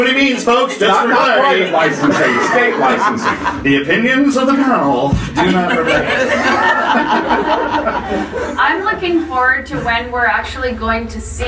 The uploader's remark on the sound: At Sage Summit 2017 in Toronto and recorded an episode featuring a great panel discussion.